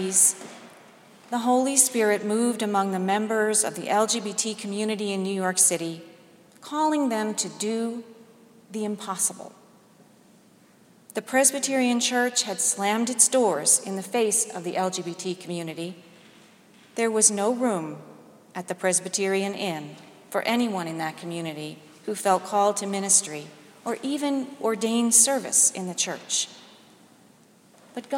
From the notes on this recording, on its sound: delivered today's sermon at Jan Hus Presbyterian Church and Neighborhood House